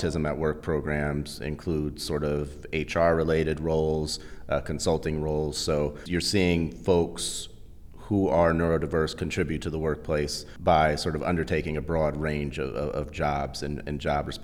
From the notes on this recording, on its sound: Recorded at the firm’s national Workplace Strategies seminar.